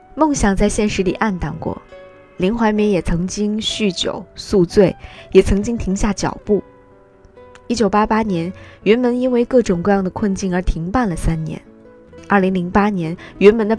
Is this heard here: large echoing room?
no